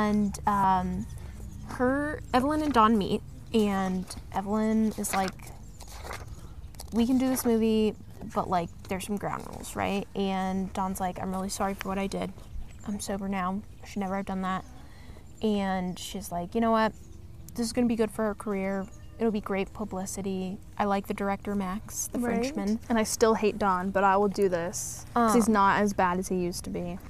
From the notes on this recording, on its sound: we are filming out in nature so enjoy the sounds of bugs and dogs